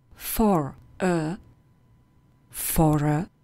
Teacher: Proto, když před členem neurčitým stojí slovo končící na souhlásku, tak výslovnost toho členu neurčitého přilepíme na tu koncovou souhlásku